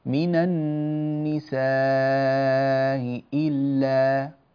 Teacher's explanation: القوة والضغط والقطع في الهمزة يكون في الثانية لكن الأولى لا. من النساء إلا، من النساء إلا، هكذا. · Term: تسهيلها